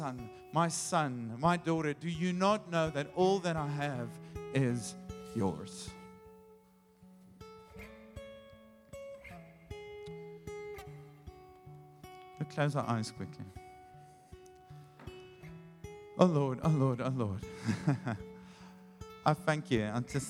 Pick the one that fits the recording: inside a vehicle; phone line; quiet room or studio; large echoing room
large echoing room